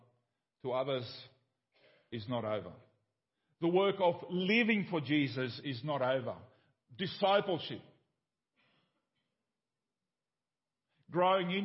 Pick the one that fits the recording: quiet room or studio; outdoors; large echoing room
large echoing room